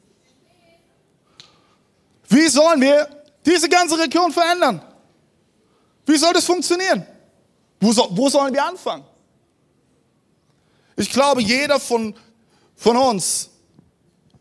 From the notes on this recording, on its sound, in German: Audiomitschnitt der Predigt vom 12.